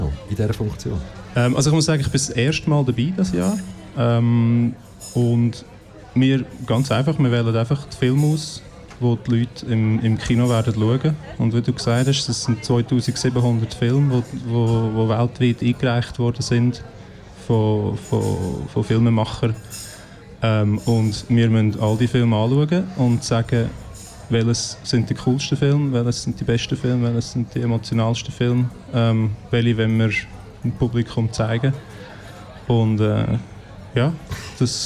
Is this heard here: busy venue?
yes